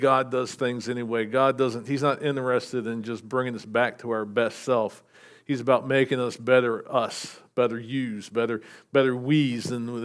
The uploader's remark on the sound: SVBC Morning Service. Recorded at Shenandoah Valley Baptist Church on Jan 21, 2024.